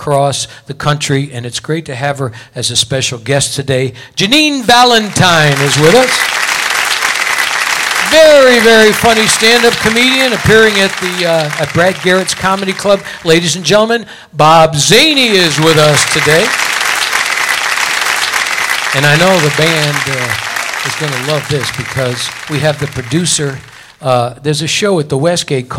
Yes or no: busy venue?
yes